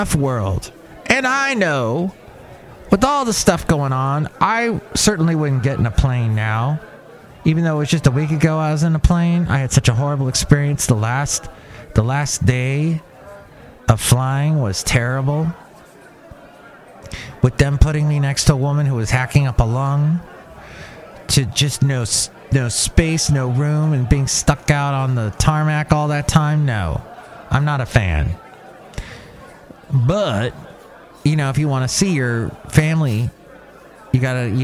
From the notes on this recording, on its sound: podcasts live from Cafe Anyway